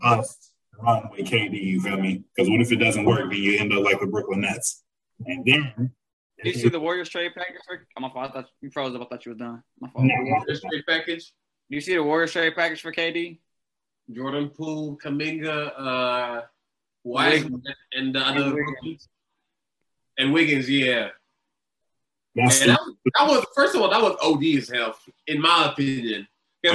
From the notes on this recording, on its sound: WE APOLOGIZE FOR AUDIO QUALITY ISSUES.